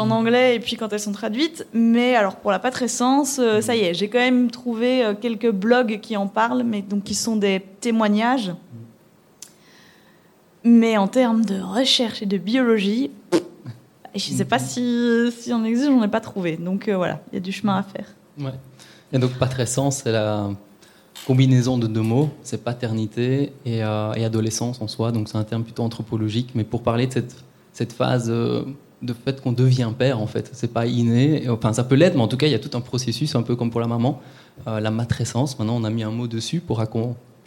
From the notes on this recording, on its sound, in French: Episode live lors du festival Podbxl. BXL pour y partager un épisode en live, en ligne et avec public en présentiel.